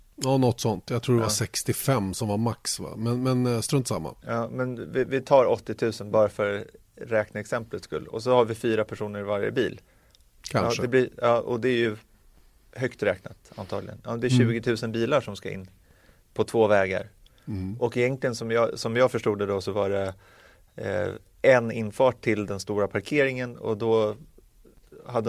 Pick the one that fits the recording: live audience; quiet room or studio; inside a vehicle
quiet room or studio